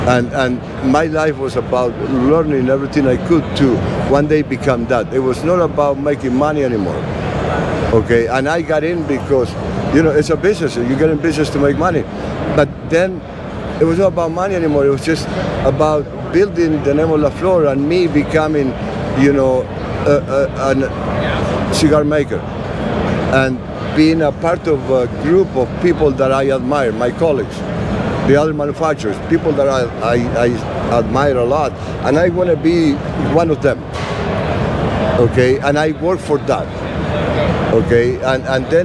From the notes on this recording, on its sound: recorded at this year's PCA